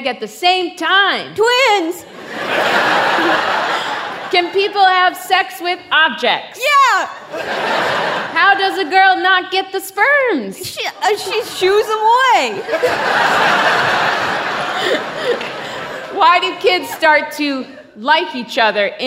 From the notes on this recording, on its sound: An edited down version of a Gonads Live show. "Sex Ed" is an edited* recording of a live event hosted by Radiolab at the Skirball Center in New York City on May 16, 2018.